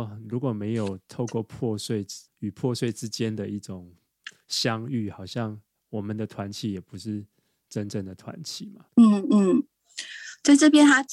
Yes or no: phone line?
no